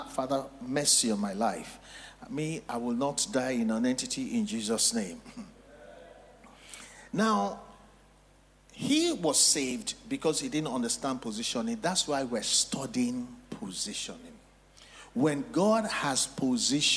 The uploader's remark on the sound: Recorded LIVE at our MidWeek Interactive Service on Jan 17, 2024.